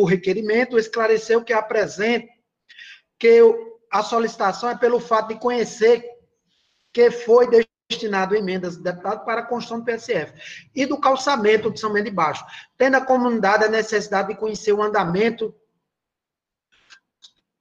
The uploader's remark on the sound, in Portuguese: Sessão Ordinária Virtual. As Sessões da Câmara Municipal de São Bento Paraíba.